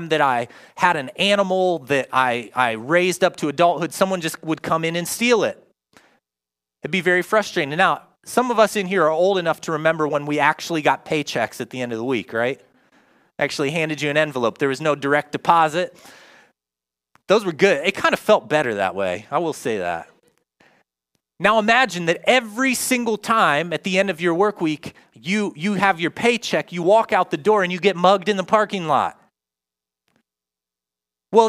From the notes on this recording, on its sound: Join us for a new teaching live from Covenant Church! In Person services at 9:30am and 11am at AMC Theatre Grove City.